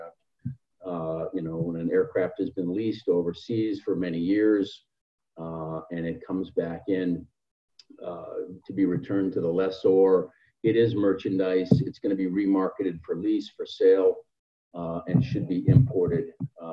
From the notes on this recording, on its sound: This is a recording of APTN Zoom Call # 13 which took place on 25th June 2020.